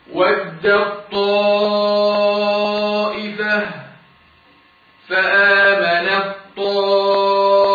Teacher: التاء تضغم في الطاء مفيش تاء بقى